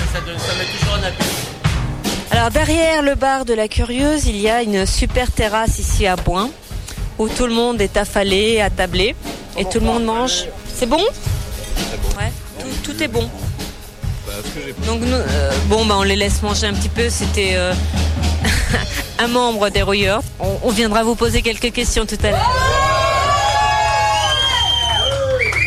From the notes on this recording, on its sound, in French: Reportage du festival la curieuse. Festival en soutien à Radiodio_2011.